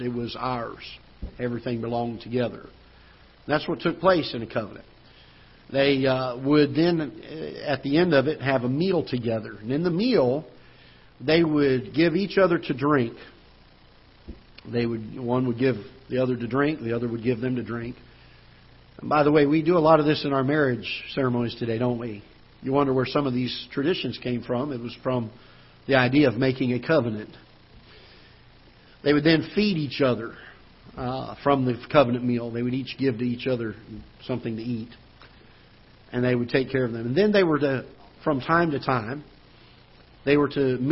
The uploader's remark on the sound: Ketha Heights Baptist Church ~ Live Broadcast